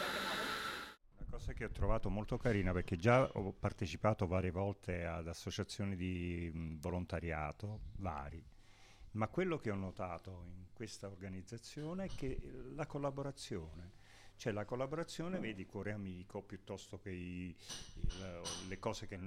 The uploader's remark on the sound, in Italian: Radio di Quartiere – Bar Piazzutta. Vi presentiamo il racconto audio dell’ultimo incontro a microfoni aperti della radio di quartiere del 2023!